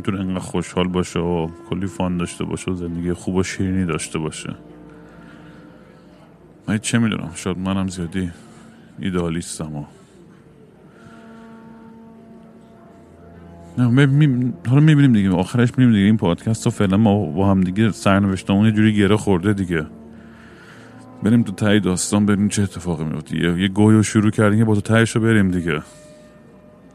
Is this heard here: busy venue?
yes